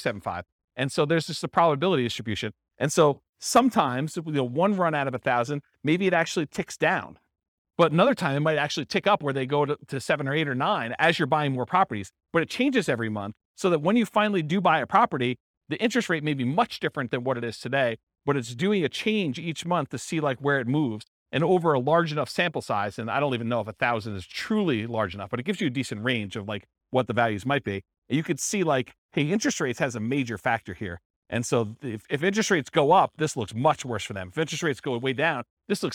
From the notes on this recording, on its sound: This was a live class recorded